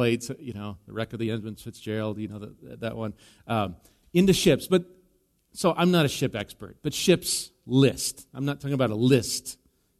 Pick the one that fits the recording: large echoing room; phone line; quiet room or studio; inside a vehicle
large echoing room